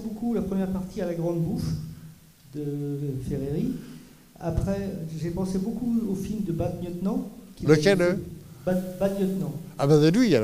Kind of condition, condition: setting, live audience